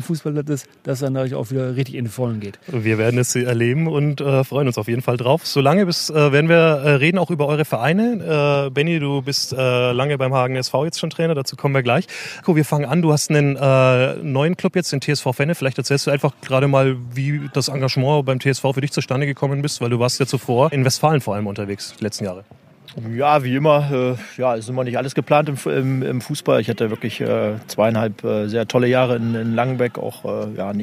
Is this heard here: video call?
no